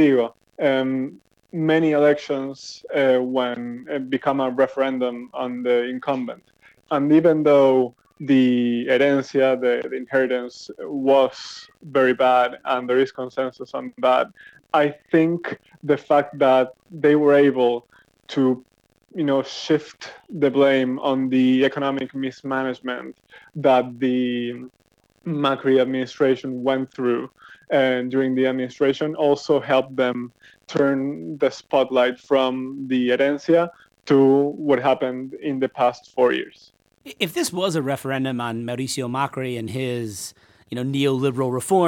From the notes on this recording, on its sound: Is joined by phone from Buenos Aires.